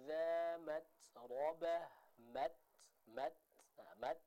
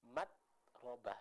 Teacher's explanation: suaranya putus dulu, baru setelah itu ada udara untuk menyempurnakan sifat hamas dari huruf ta tersebut · Shown in: first take